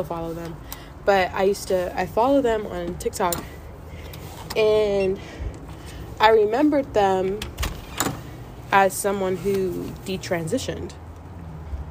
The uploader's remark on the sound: This episode is very raw. They ask that you ignore the audio disturbances.